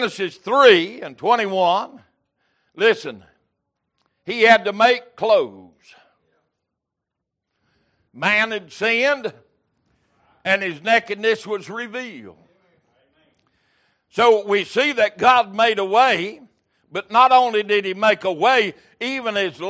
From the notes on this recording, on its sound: Recorded January 15, 2023 - Sunday Evening Service